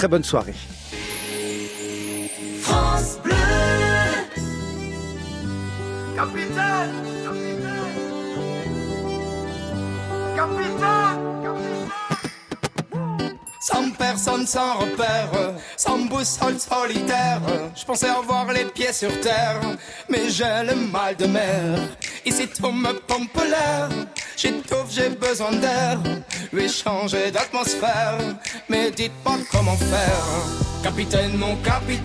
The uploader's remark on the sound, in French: France Bleu Soir en direct de l'Armada.